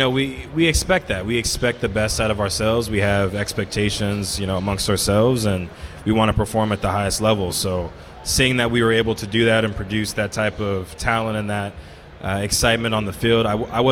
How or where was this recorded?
busy venue